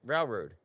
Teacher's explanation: you didn't say your L